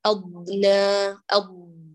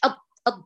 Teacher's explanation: هاتي استطالتها ورخاوتها، لا تبتر الصوت · Shown in: first take · Term: الضاد رخوة